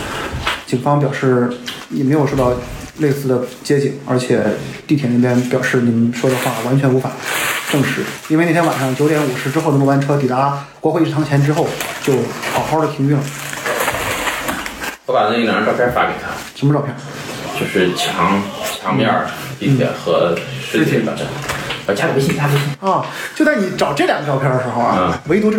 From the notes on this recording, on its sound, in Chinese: 因为这次跑团时录制的设备并不专业，再加上环境和大家散座的位置，音质会比较差，调试之后改善不大。